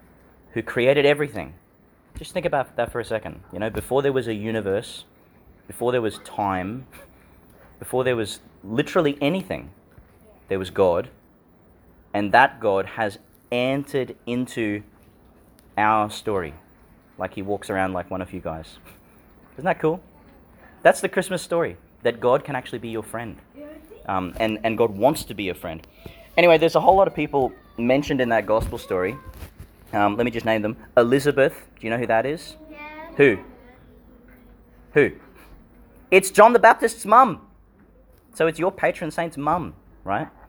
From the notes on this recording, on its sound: Reflection delivered (in the Fourth Week of Eastertide) for some of the children in the Library of St John the Baptist Catholic Primary School, Gladstone, Qld.